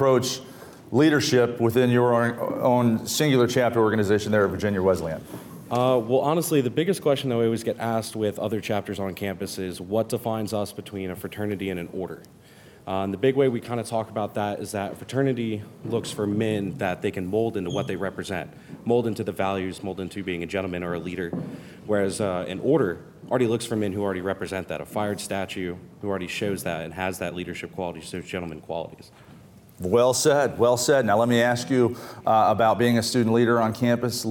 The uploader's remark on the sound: Live from Lexington VA with Channel KA. A simulcast of a live television studio audience.